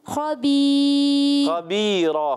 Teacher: خا کو موٹا رکھنا ہے اور را کو پر رکھیں گے